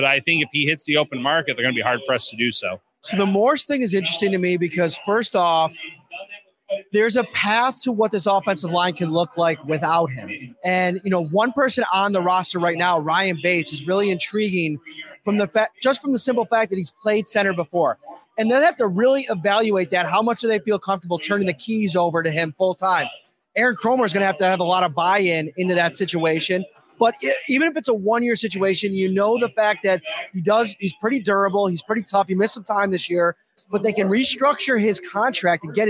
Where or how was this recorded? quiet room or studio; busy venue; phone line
busy venue